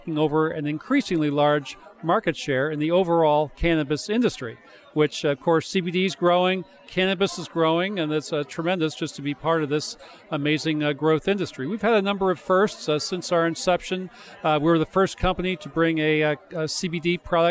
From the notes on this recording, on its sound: Live from the show floor of the CWCB Expo in NYC.